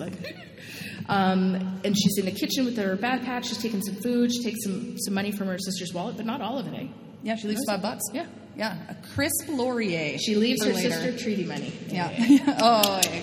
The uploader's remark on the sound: Recorded in front of a live studio audience at the Exploring The New R&R: Resistance and Resilience of Indigenous Women's symposium, put on by the Indigenous Women and Youth Resilience Project.